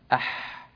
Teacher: هذا الحرف فيه بحة بحة.